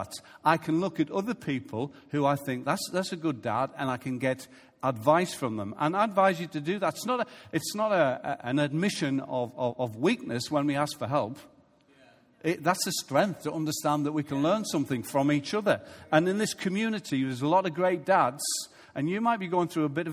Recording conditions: live audience